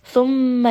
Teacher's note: mim here has shadda, give this proper gunna, bring this up into the nose.